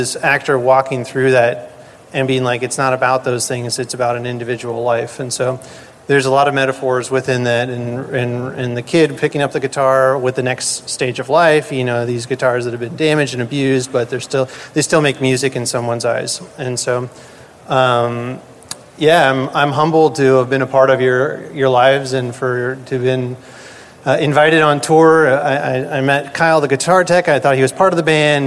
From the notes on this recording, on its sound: BC Live in Tampa.